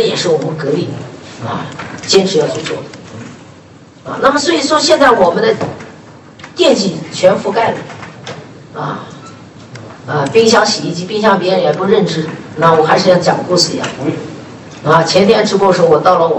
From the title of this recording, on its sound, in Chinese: 格力电器2021股东大会实况录音